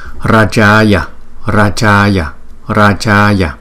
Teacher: Chữ A có dấu gạch ngang trên đầu, chúng ta phải đọc kéo dài hơn so với chữ A không có dấu gạch ngang.